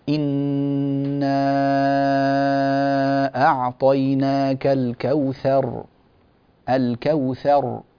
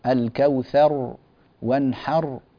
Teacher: معنا أيضا سورة الكوثر، ويراعى في هذه السورة تفخيم الراء في حالة الوقف وبيانها، فنقول إنا أعطيناك الكوثر الكوثر فصل لربك وانحر، نبين الراءات عند الوقف ولا نطول زمنها وهذا يعني نادر، ولا نقطعها ونبترها، فلا نقول الكوثر وتصلي ربك وانحر هكذا لا يصلح، إنما نعطيها زمنها الكافي الكوثر وانحر لبتر وهكذا.